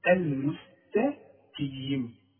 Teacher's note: القاف في آخر درجات التفخيم